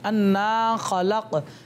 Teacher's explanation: खा हलक के ऊपर वाले हिस्से से अदा होता है